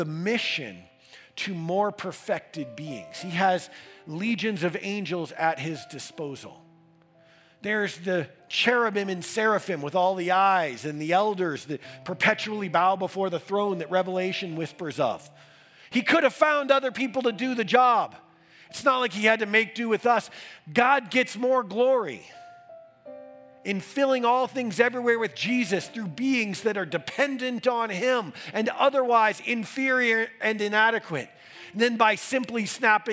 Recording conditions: large echoing room